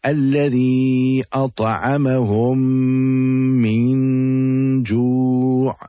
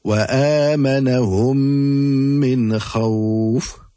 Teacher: the two memes become incorporated and will be recited with ghunna · Term: idgham shafawi